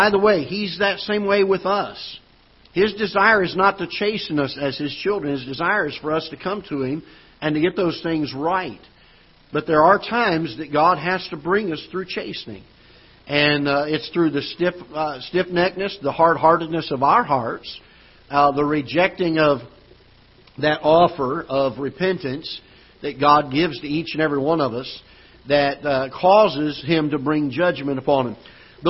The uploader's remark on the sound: Ketha Heights Baptist Church ~ Live Broadcast